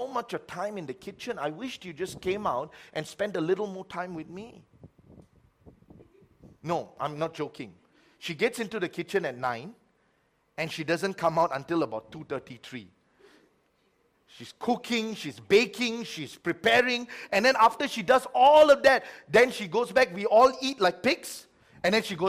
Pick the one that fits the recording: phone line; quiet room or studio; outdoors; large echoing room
large echoing room